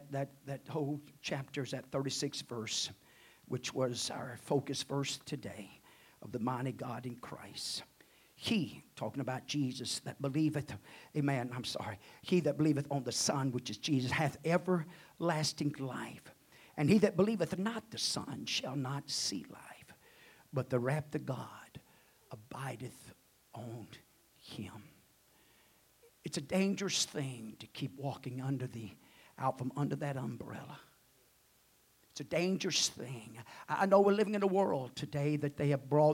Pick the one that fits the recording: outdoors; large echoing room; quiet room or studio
large echoing room